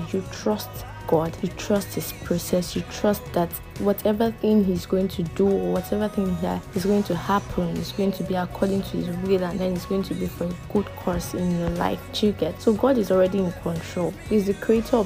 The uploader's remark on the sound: Sorry for the background noise, couldn’t remove it while editing.